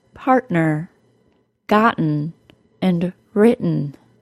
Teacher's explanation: The glottal stop is also the sound I am saying in the word partner, gotten, and written. The glottal stop will happen when the T comes after a vowel or R sound and before an N sound or an M sound.